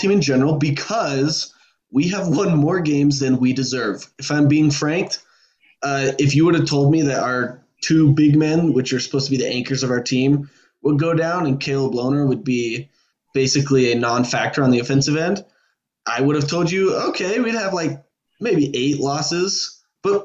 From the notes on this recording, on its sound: This LOADED episode brings the crew back together, still over zoom unfortunately.